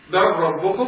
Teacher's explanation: تضغم اللام في الراء بل ربكم مفيش لام بل ربكم تضغم اللام في الراء طبعا